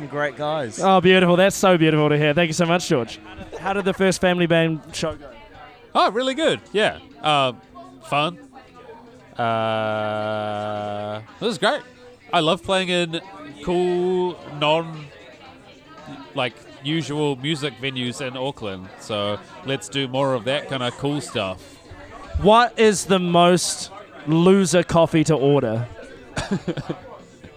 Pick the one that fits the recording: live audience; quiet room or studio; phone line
live audience